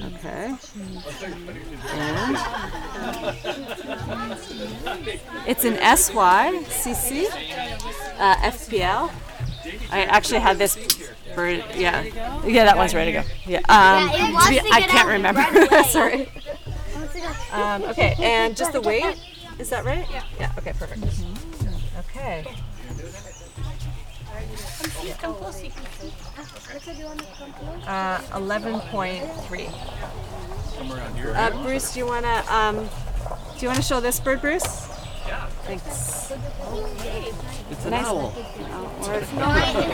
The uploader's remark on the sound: During the grand opening of the Hillardton Marsh Visitor Centre. Immerse yourself in the captivating sounds from the bird banding table.